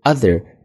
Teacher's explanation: other 中间的 th 也是一个浊音咬舌头